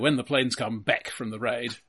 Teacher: the main thing I noticed there is that the A sound becomes eh